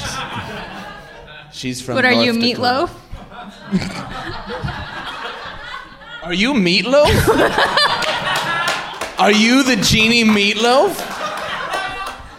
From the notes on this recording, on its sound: Improv comedy on stage live in Portland.